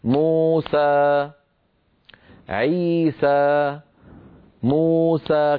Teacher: يضبط يعني كما ذكرت لكم بالتلقي، لما نقول مثلا موسى عيسى موسى، كم حركة هذه موسى؟ 4 حركات، مو حركتين، سا حركتين، مجموعهم 4 حركات